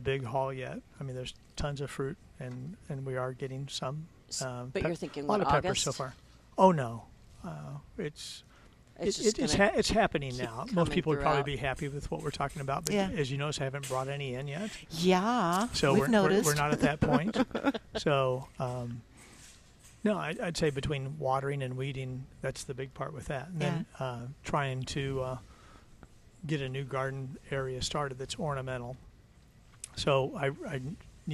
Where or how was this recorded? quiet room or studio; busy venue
busy venue